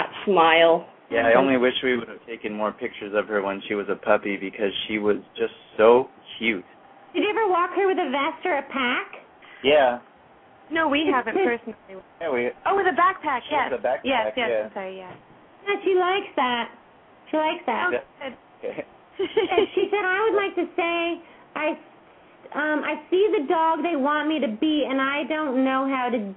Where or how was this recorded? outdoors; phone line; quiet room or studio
phone line